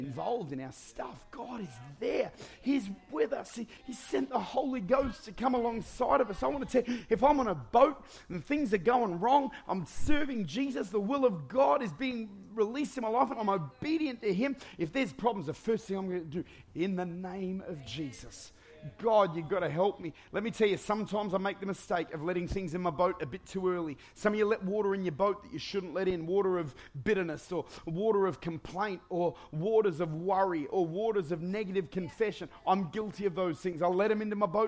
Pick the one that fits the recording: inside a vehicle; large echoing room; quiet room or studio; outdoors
large echoing room